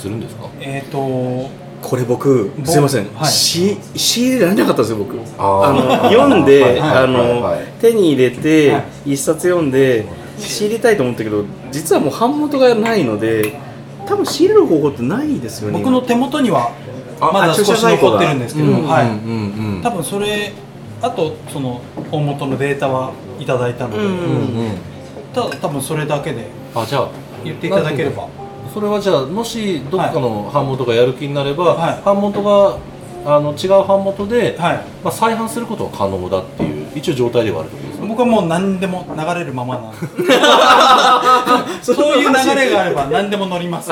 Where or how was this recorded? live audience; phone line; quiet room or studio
live audience